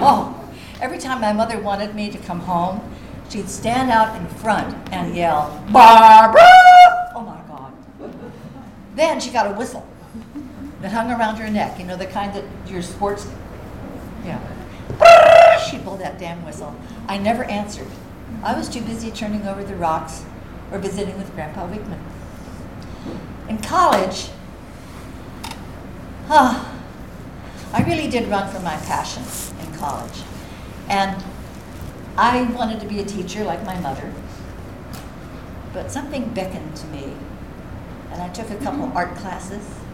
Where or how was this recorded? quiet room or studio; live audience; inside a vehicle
live audience